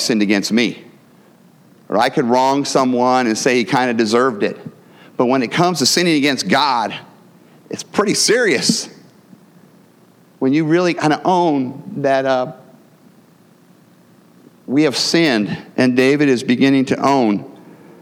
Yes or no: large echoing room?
yes